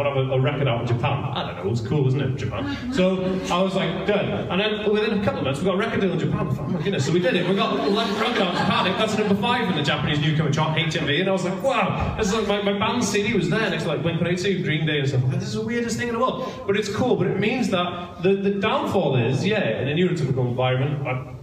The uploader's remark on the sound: Taken from a live talk I did in 2018 for TAD Talks for the Autism Directory in Aberystwyth Wales.